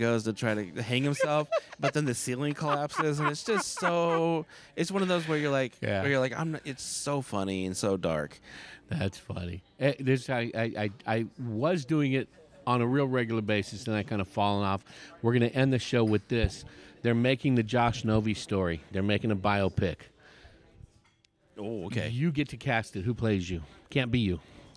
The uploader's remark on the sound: Today’s show was recorded at Sagebrush Coffee in Chandler, AZ. Today’s show was recorded at Sagebrush Coffee in Chandler, AZ.